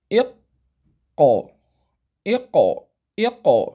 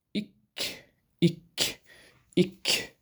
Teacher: القاف أقصى اللسان فوق يعني، والكاف أسفل منه